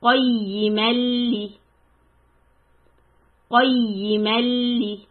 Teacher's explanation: Connect with the lam. This is called idgham. And there is no ghunna.